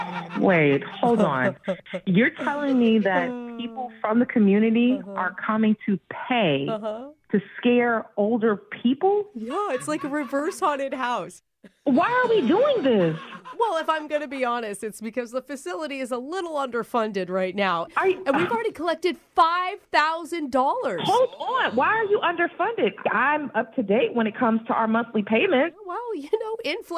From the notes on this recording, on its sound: Phone Tap: Senior Scare. That’s why it’s a Prank Phone Call and you can hear it in the podcast!